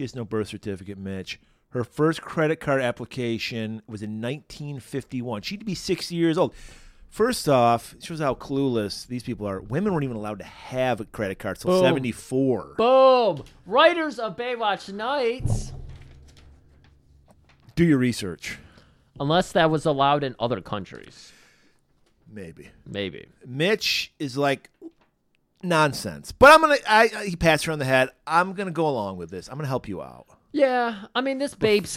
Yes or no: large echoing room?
no